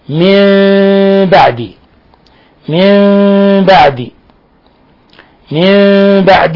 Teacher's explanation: قلبنا النون الساكنة ميما مخفى عند الباء